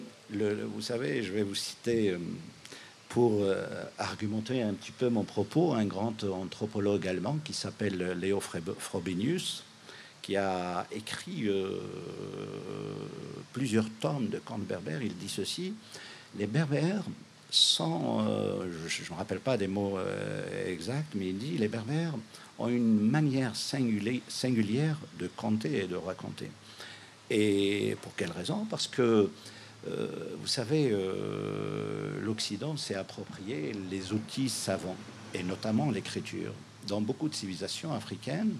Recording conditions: outdoors